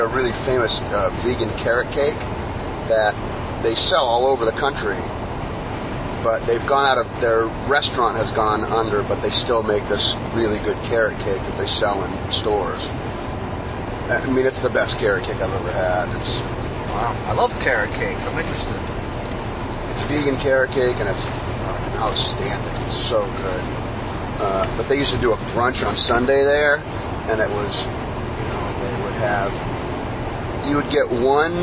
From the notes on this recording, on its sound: the carcast